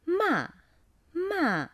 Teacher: 第四个声调是从高处快速下降，声音比较有力 · Term: 第四声